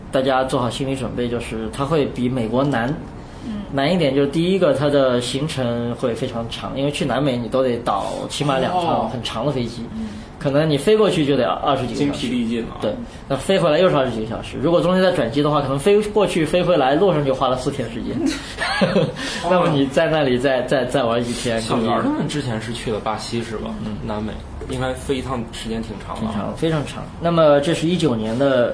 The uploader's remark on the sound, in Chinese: 本期节目为在张大妈办公区用录音笔录制，可能有街道上的杂音，请见谅。